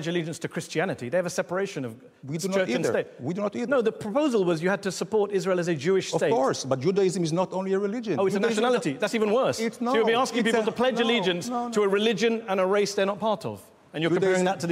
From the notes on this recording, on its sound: Head to Head is Al Jazeera's forum for ideas, a gladiatorial contest tackling big issues in front of an opinionated audience at the Oxford Union.